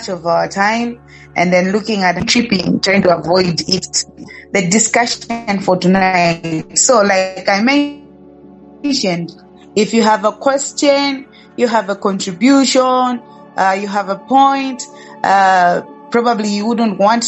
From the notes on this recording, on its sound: Youth zoom meeting.